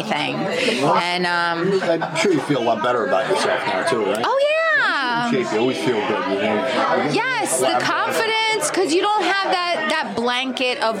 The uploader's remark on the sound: Live at the Grande Saloon